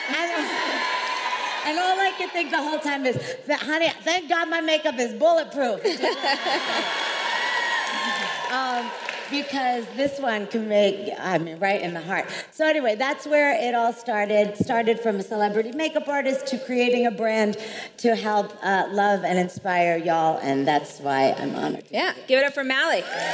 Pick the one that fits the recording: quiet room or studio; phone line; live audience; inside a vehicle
live audience